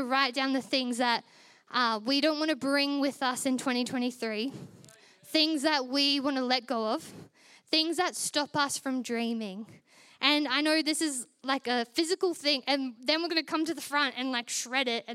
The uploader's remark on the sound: Recorded during our Melbourne East service on Sunday, the 21st of January 2024